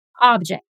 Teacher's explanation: object com ênfase na segunda sílaba · object com ênfase na primeira sílaba, o significado é de objeto mesmo, igual ao português. · Term: stress syllable